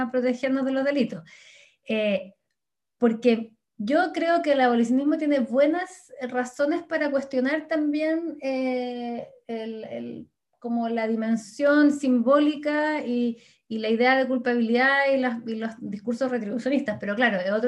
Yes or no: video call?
yes